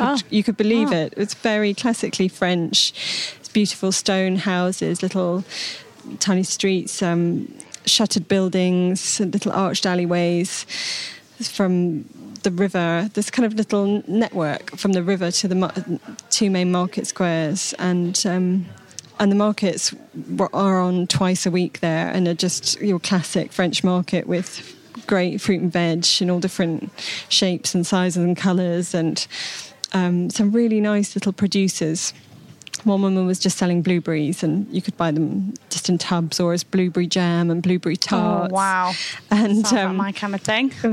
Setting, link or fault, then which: setting, busy venue